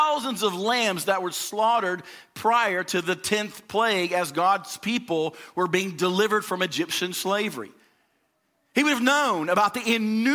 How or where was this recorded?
large echoing room